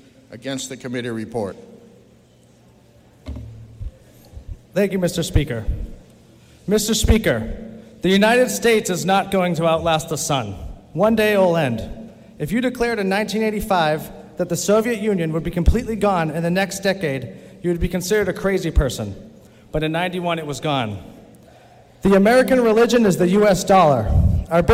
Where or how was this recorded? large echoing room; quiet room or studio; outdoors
large echoing room